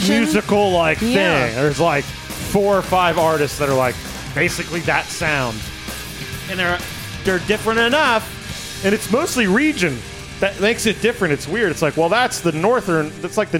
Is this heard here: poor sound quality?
no